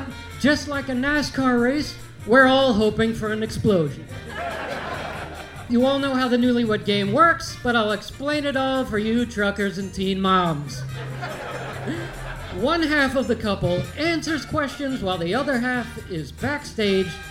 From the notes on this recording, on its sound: The Bonfire is live from The Moontower Comedy Festival at the historic Antone's in Austin, Texas!